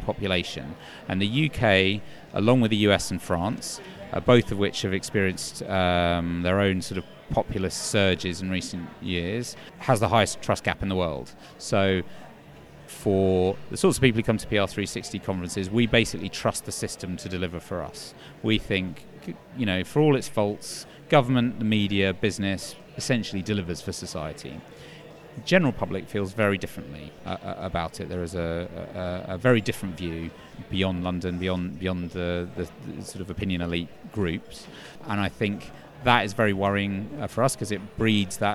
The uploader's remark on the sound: The second of two shows recorded at PRWeek's PR360 conference